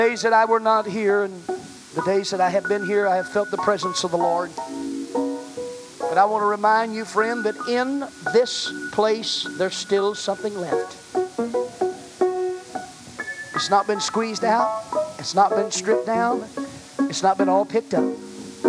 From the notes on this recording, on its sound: The message was preached at First Apostolic Church in North Vernon, Indiana, November of 1989